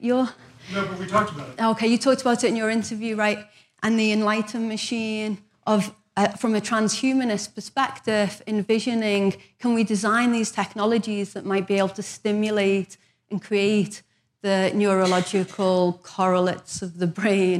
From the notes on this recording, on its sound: In this episode taken from the 2013 Buddhist Geeks Conference